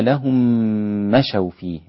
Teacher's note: إدغام هنا ميم مع الميم إدغام مثلين صغير